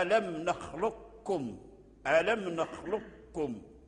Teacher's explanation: فمذهب أهل الأندلس وكذلك المغاربة مذهبهم الإدغام الكامل